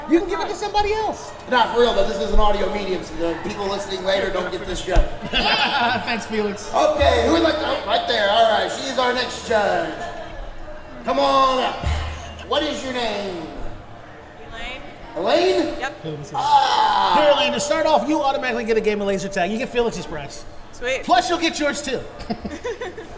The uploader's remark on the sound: Indy Pop Con Live! Now you get to hear both of the live episodes we did at Indy Pop Con.